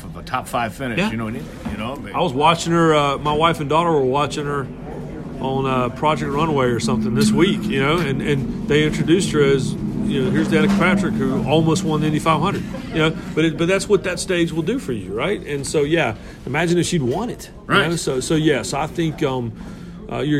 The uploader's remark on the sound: Live from Daytona